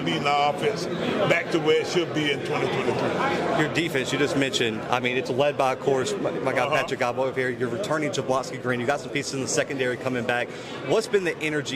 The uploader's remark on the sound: live from MEAC Media Day in Norfolk, Virginia